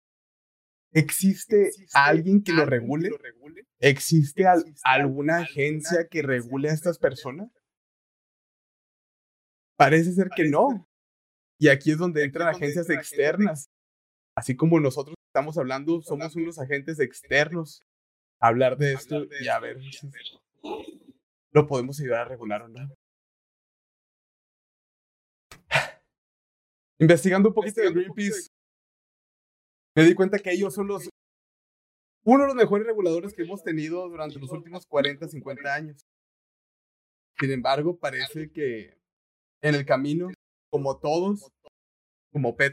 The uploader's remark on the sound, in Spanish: Disculpen el audio se mejora después de los primeros 5 minutos.